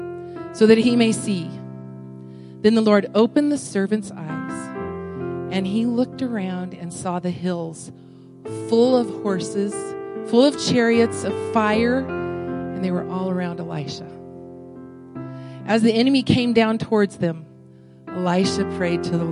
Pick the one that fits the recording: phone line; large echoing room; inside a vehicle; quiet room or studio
large echoing room